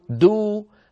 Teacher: من مخرج الدال، ثم نقول لما نصل إلى الدال نقول دو، فنقرع المخرج قرعا بطرف اللسان عندما نصل إلى الدال